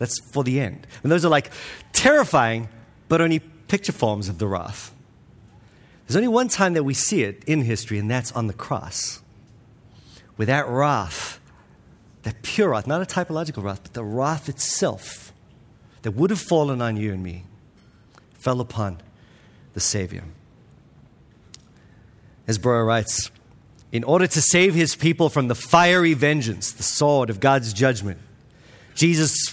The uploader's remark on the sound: This week's episode is from the 2023 Pactum Conference, All Things New .